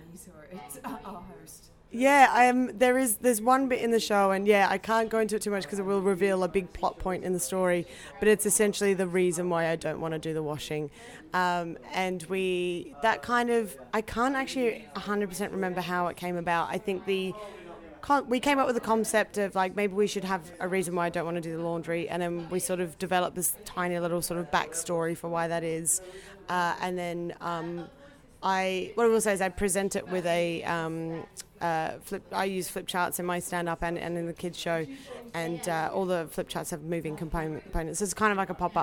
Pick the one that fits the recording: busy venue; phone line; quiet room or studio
busy venue